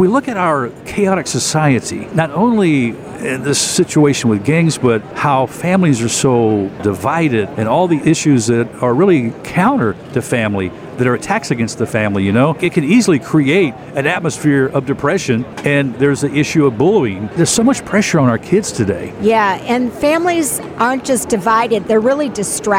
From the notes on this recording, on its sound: This show was recorded from the 2023 National Religious Broadcasters Convention in Orlando, Florida.